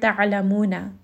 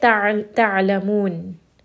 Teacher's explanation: Now noon has a fatha, it has a harakat. But when we stop, we say ta'alamun. And then we stop and noon has a temporary sukun only because we are stopping.